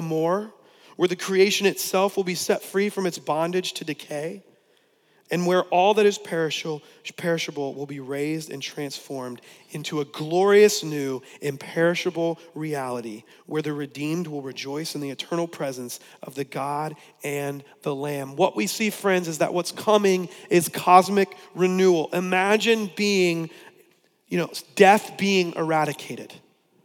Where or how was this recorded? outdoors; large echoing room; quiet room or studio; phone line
large echoing room